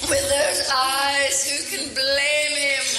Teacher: the syllables get drawn out, like the way you say eyes, blame, even teeth in this clip.